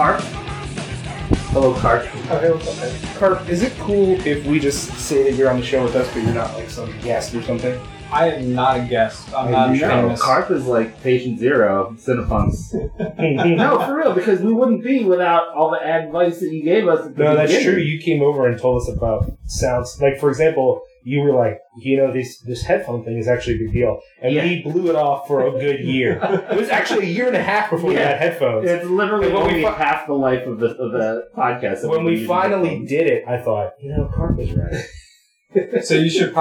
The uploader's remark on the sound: WE ACKNOWLEDGE THAT THE SOUND ON THIS EPISODE IS SUB-PAR AND WE APOLOGIZE FOR THAT! SOUND NOTES: The episode is rough. One was that what we were hearing through the headphones was NOT what was being captured by the laptop.